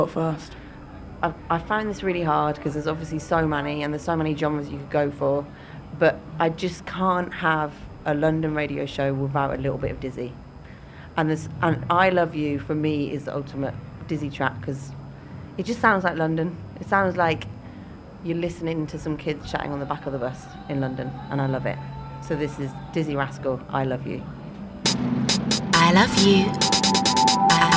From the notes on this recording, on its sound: London Scenery at PS19. London Scenery special live from Primavera Festival. Showing love to their Barcelona hosts.